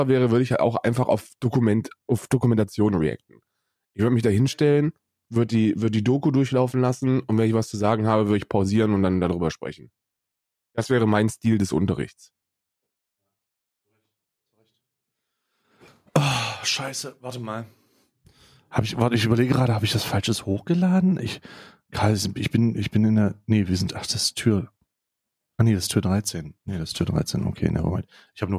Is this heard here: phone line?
no